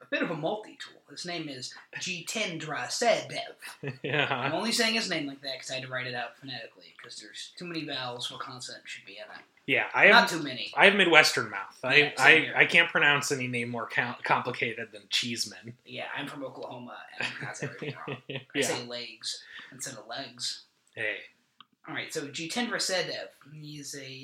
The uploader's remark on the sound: Is the audio on this episode fucked up?